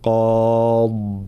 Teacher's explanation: الوقف على الضاد طبعا نعطيها حقها من الاستعلاء والإطباق وكذلك من الرخاوة، قاض هكذا بلا قلقلة، فلا نقلقل الضاد